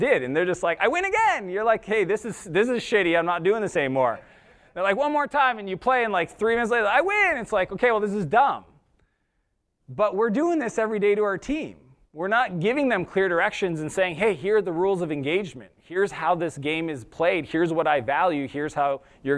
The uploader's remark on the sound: This episode was his keynote session from SaaStock West Coast 2019.